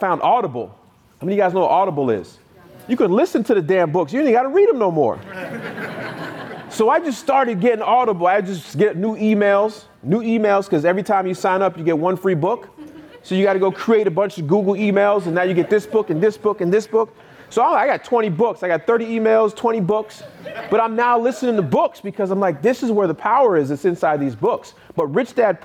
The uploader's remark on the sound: I gave a keynote speech in West Palm Beach, FL for the National Real Estate Investors Club annual meetup. I was able to answers even more questions after my talk.